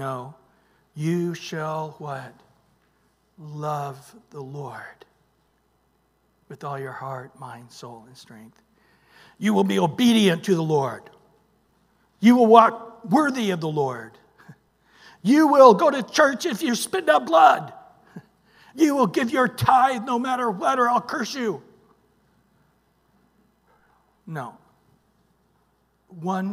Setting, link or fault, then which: setting, large echoing room